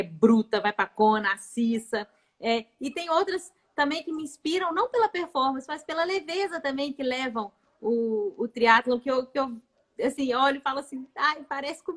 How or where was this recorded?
video call